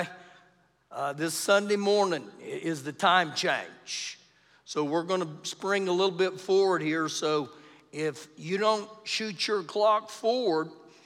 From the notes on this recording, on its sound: Recorded live during our Wednesday night service